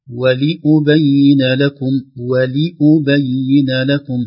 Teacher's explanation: تحقيق وتخليص الكسرة قبل الضمة. لو لم نتبه لم نقل ولأبين ستخرج، ولأبين لكم، ولأبين لكم، ستخرج مع الكسرة شيء من الضم أو أقل شيء شيء من السكون، لكن ينبغي أن نقول ولأبين لكم، ولأبين لكم، هكذا تخليص الكسرة من الضمة.